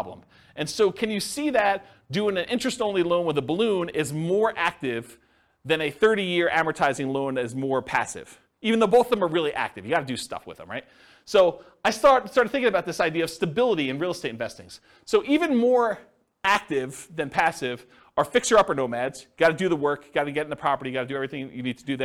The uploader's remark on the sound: This was a live class recorded